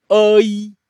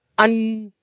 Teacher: 香烟的烟，老村叫阿依，新村叫安，安有鼻音 · Shown in: second take